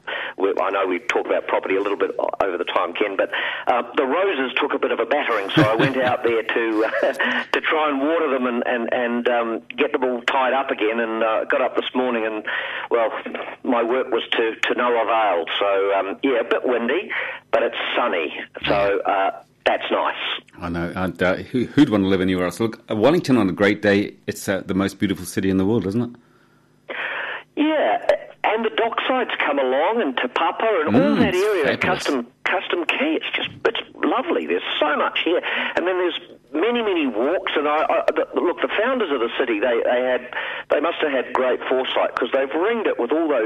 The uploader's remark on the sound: calls